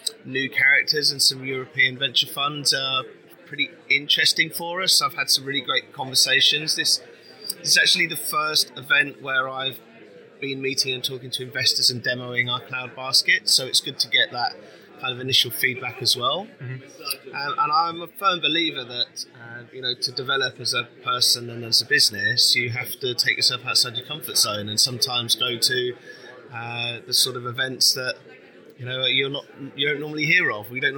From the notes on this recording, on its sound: During two days of workshops, fireside chats and talks, we grabbed 14 leaders and founders to share their views on the sector, and tell us why they were there. Enjoy the selection from the conference floor!